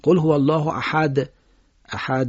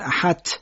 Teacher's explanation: دال و ت هم مخرجن، از یه جا ادا میشن، اما دال صفت جهر داره، ت صفت همس داره، دال رو بعد ما قلقلم بهش بدیم تا خوب ادا بشه.